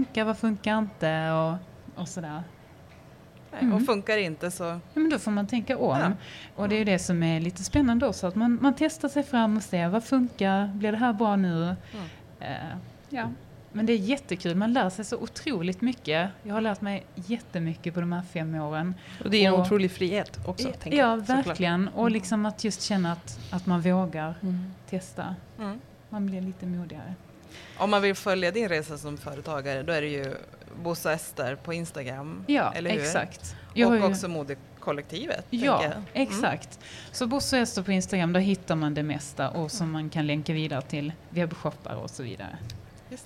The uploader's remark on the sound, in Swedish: Live från Sustainable Fashion Street